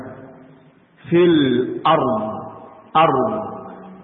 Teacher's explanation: Ra di antara sifatnya adalah takrir, bergetar.